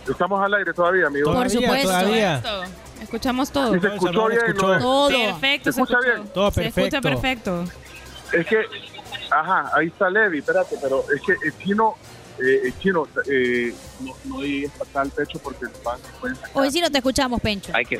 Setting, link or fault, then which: setting, busy venue